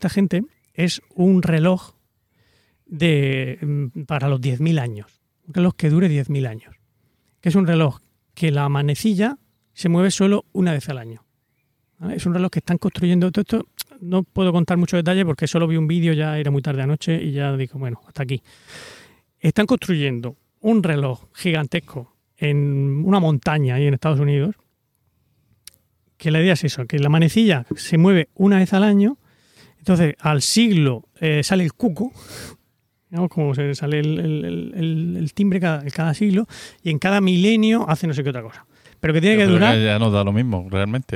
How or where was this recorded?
outdoors